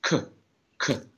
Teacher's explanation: Is the «к» aspirate or is it unaspirated? A little bit of aspiration, but not as much, for example, as in English.